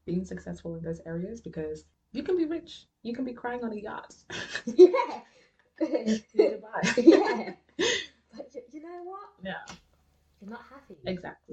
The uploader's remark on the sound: we do want to sincerely apologize for the sound quality on this episode, unfortunately we experienced technical difficulties beyond or control